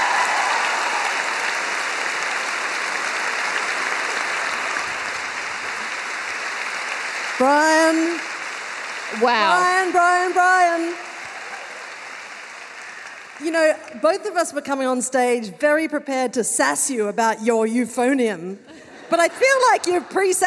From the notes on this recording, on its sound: Recorded live at Llewellyn Hall, ANU.